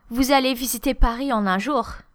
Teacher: Falling intonation, if you say, vous allez visiter Paris en un jour, that implies good luck with that. You're skeptical, a bit sarcastic, like you don't believe that it's going to be possible.